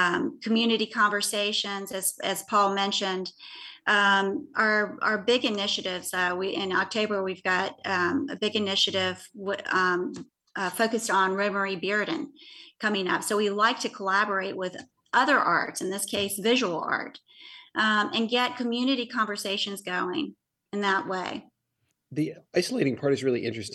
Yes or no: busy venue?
no